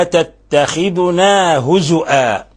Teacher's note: فقرأ لفظ هزوا هزؤا بالهمز